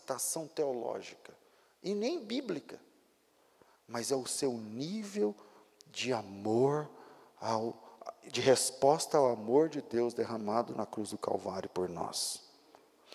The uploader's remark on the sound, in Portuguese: Culto ao vivo